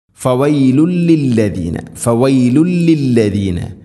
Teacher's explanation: അടുത്ത ആയത്തിൽ ഫവൈലുൻ ലില്ലദീന, ഫവൈലുൻ തൻവീനു ശേഷം ലാമ്, തൻവീനിനെ ലാമിലേക്ക് ഇദ്ഗാം ചെയ്യണം, മണിക്കാതെ കൂട്ടിലേപ്പിച്ച് ഉച്ചരിക്കണം